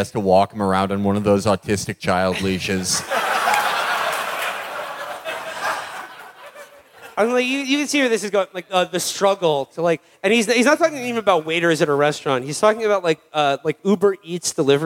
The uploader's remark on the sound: Live from Montreal